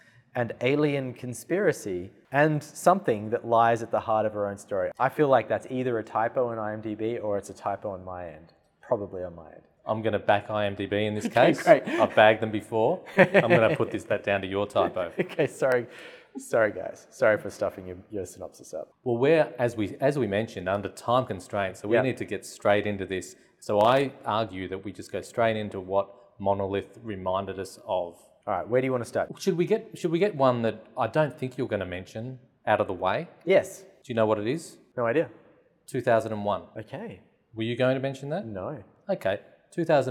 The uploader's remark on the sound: all on location at the RMIT Capitol theatre